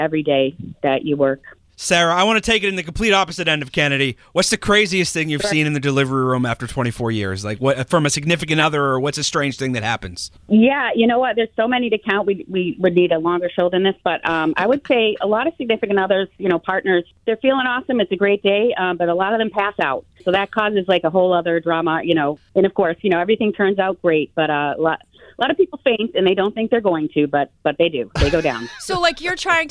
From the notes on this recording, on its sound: A labor and delivery nurse, called in to tell us about working on NYE!